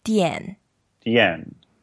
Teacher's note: It's fourth tone, so you go down.